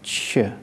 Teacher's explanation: «ч», который есть фактически сочетание мягкого «т» и мягкого «ш»